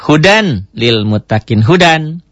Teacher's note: Idgham bila gunnah ialah ya idgham yang tidak memakai dengung ke hidung